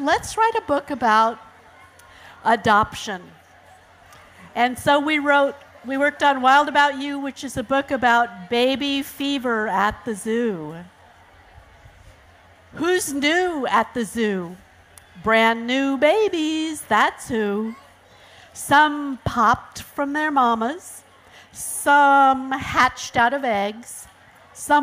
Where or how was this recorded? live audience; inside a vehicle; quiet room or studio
live audience